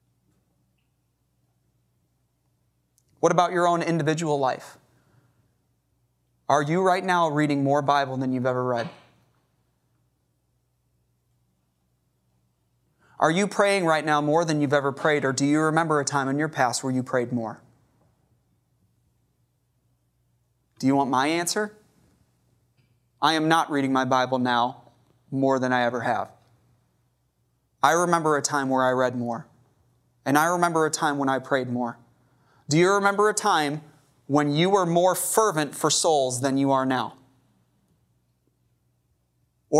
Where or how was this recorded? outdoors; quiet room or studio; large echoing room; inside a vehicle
large echoing room